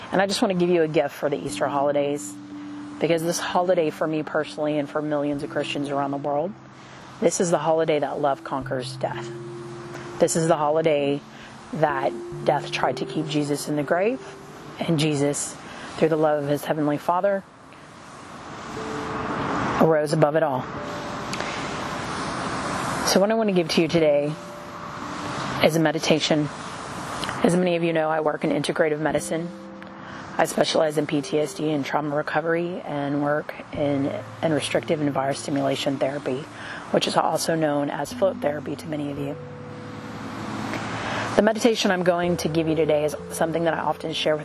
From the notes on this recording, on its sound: A free guided meditation recorded outdoors.